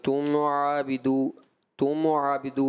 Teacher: میم ساکن کو آپ نے ہلا دیا، ولا تم عابدو، تم عابدو اس طرح سے لگا جیسے آپ نے اس کو مائل بضمہ کر دیا، اس سے بچیں۔